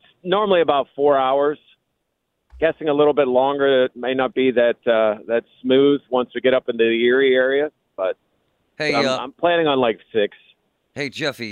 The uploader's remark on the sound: On the Road to Buffalo. Live from the road on his way to Buffalo.